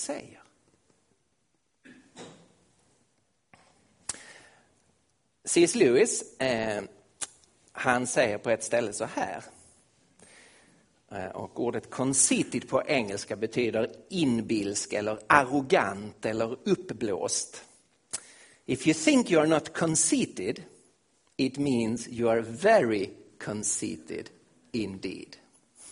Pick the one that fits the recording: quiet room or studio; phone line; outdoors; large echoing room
large echoing room